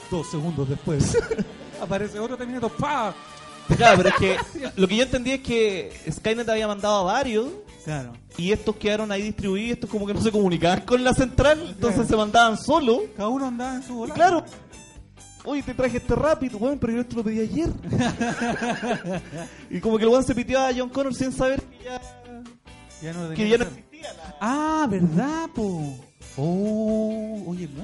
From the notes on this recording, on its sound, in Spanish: Esta vez desde una sala de cine, con público, concurso y muchas risas después de la Avant Premiere de Terminator: Dark Fate.